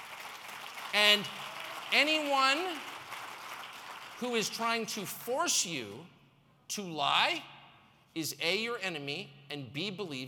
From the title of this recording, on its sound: speaks at the RiskOn360! Global Success Conference